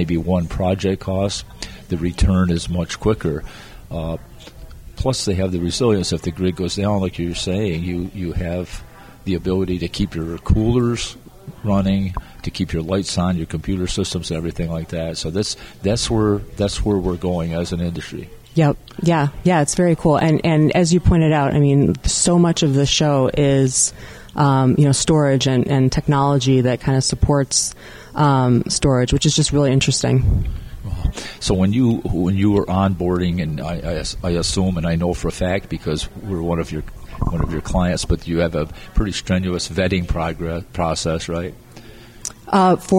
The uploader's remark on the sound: Another episode from the RE+ Conference in Las Vegas.